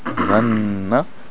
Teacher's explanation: the shadda on the noon, danna, two beats